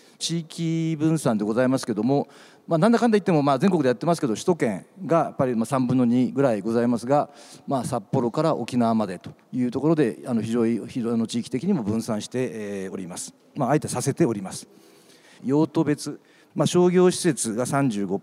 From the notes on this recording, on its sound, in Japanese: 東京証券取引所で開催した「J-REITファン2017」に登壇した。